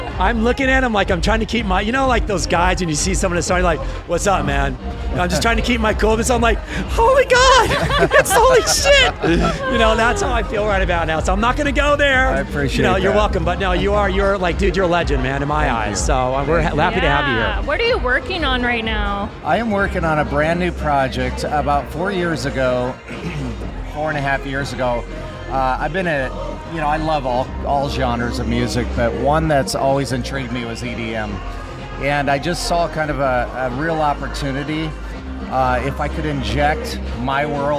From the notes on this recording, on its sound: Joins the show which was recorded at the Virgin Hotel/Elia Beach Club event in Las Vegas.